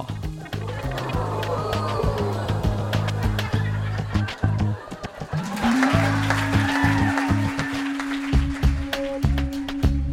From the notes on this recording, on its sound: Recorded live at The Company House in Halifax, Nova Scotia.